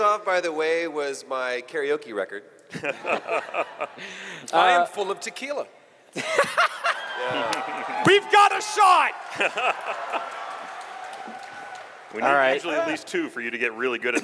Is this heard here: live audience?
yes